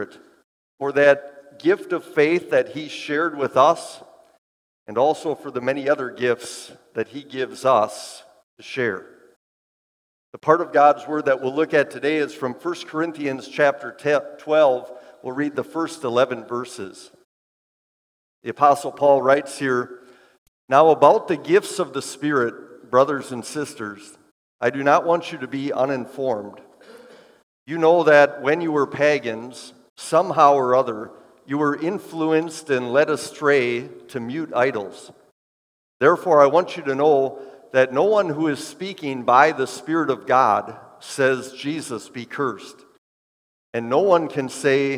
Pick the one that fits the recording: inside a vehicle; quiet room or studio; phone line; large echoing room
large echoing room